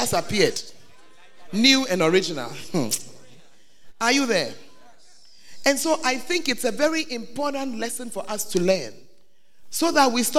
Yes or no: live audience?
yes